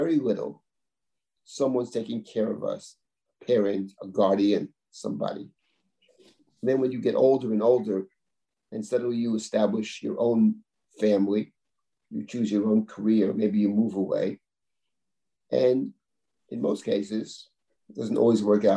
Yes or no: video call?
yes